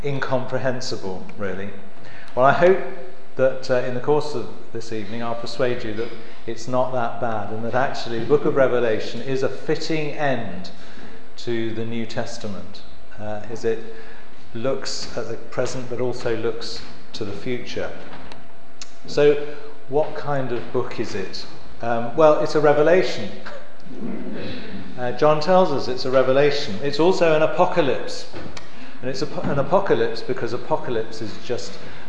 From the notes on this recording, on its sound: The annual Friends of St James lecture from September 2014